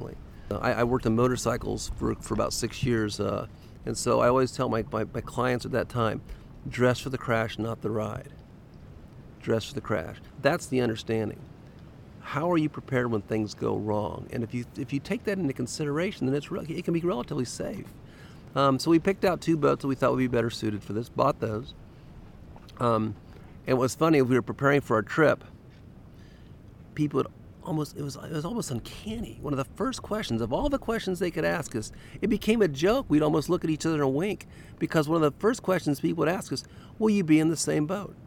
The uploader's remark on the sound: It was recorded on March 30, 2017 on a log on the right bank (descending) looking to Cairo, Illinois, from the confluence of the Ohio and Mississippi Rivers.